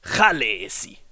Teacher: Tatsächlich ist der erste Laut ein R und der Vokal ist ein sehr langes E und die Betonung liegt auf der ersten Silbe.